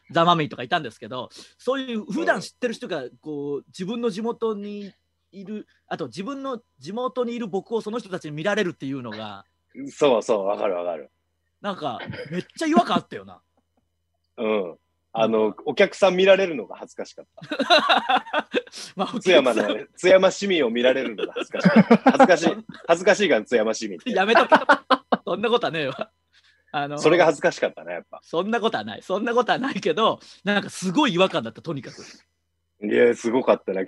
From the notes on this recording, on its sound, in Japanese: 状況を鑑みて、大事をとって久しぶりのZoom収録です。